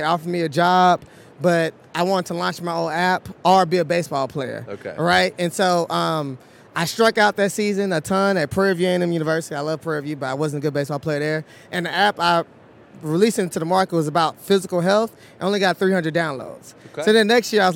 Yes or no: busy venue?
yes